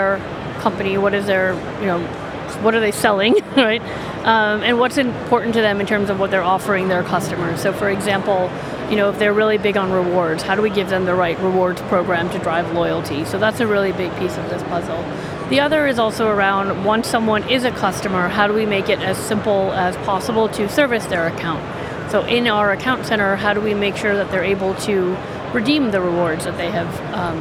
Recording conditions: busy venue